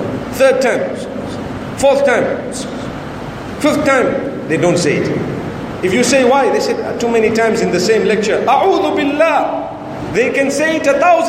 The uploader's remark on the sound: Lecture delivered in Dar es Salam, Tanzania at the Sunni Muslim Jamaat Masjid.